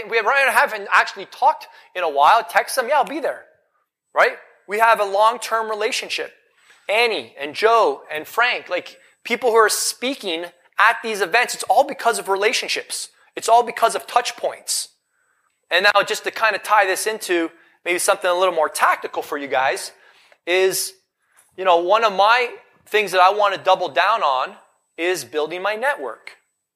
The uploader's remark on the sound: Recorded LIVE in Vegas